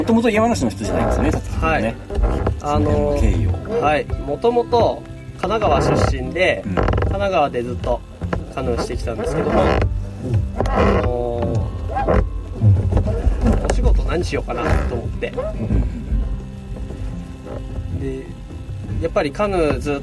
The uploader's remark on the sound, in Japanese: 西湖でカヌーに乗りながらの屋外収録シリーズ